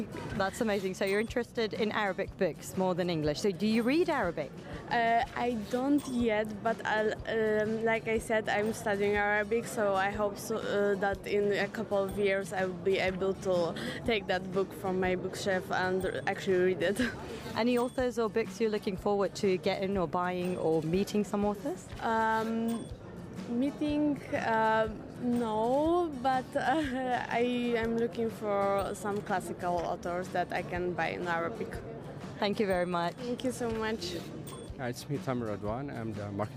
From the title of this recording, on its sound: Live from SIBF 2023: visitors, exhibitors, and volunteers interviews